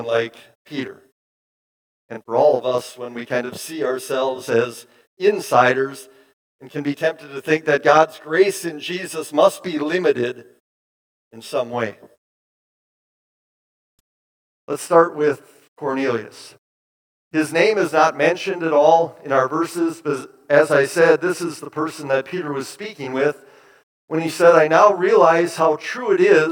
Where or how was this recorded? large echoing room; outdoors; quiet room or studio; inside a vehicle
large echoing room